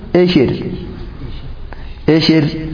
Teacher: تمال فتحة الهمزة لأن بعدها راء مكسورة في الطرف · Term: إمالة